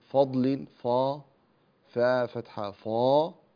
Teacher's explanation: فا أنت فخمتها تبعا للضاد التي بعدها